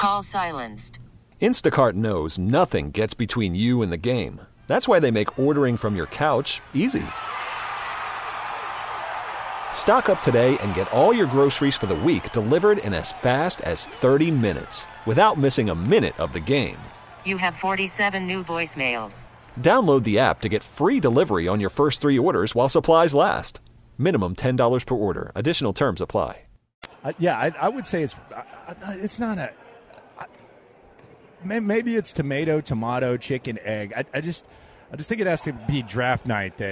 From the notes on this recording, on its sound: The sounds from the Red Carpet last night